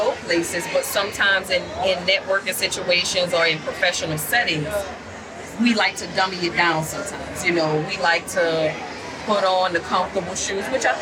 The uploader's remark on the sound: We recorded an impromptu podcast of the Med Spa Club at Essence Fest in their BeautyCon booth! We recorded an impromptu podcast of the Med Spa Club at Essence Fest in their BeautyCon booth!